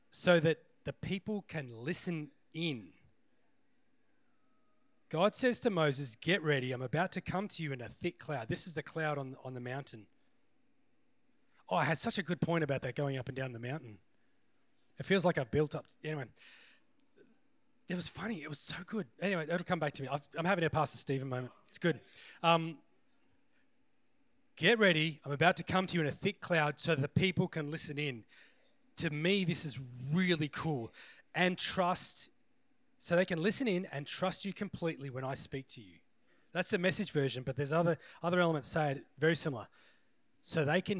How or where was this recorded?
large echoing room